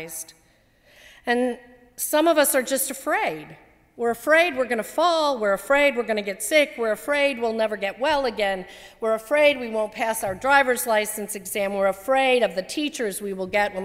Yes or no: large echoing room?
yes